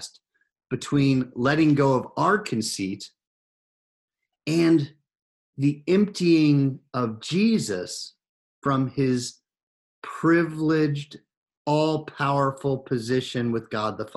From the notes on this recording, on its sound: Recorded live in Zoom.us